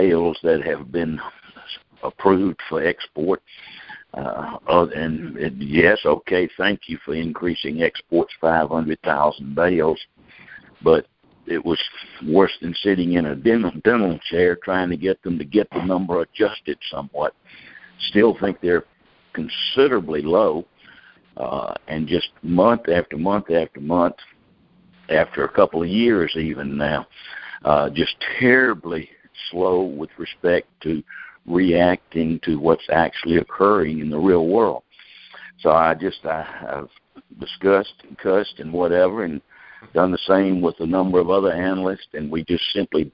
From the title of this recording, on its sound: May 2018 Monthly Conference Call